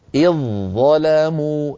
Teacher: ظاء مشددة، لا يبقى للذال أثر عند الوصل · Term: الإدغام